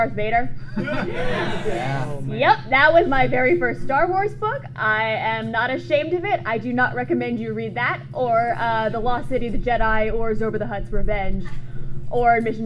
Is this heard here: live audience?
yes